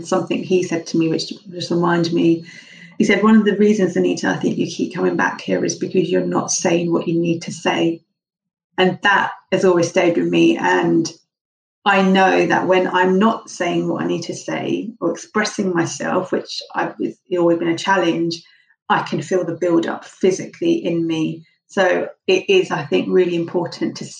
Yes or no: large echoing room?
no